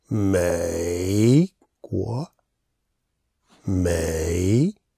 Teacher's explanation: So when you're doing the V for victory sound, make sure you go to the very bottom of the V before you come back up